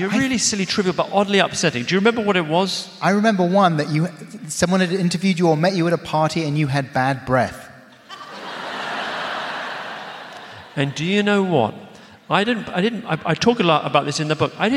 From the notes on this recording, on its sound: LIVE AT THE ROYAL FESTIVAL HALL. This is an edited version of a conversation that took place in front of a live audience at London's Royal Festival Hall. Thanks also to the Royal Festival Hall events team for letting me use this edited version of the recording here.